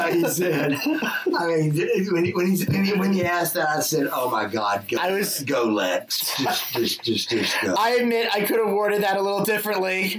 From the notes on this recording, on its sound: AUDIO IS A LITTLE IFFY BUT I ADJUSTED ENOUGH TO WHERE IT IS AIRABLE.